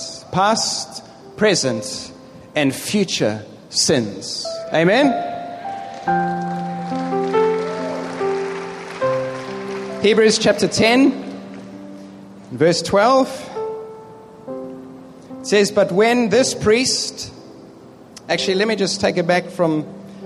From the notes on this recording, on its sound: Preached in the Philippines in 2011 to a stadium audience of over 1500 people.